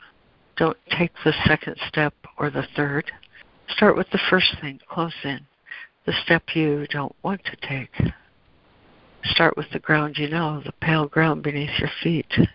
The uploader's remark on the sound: ACIM Daily Conference Call